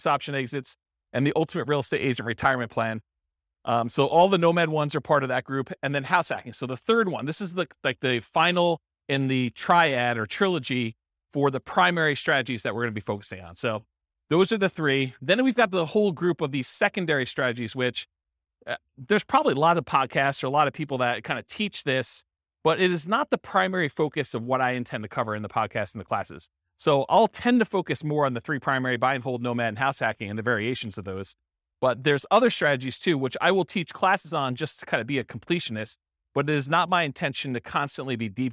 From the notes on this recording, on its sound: This was a live class recorded